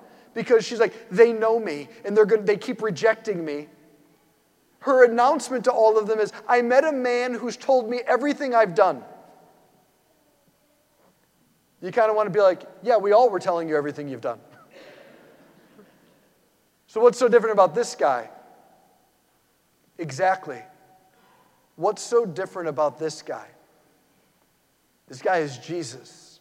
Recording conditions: large echoing room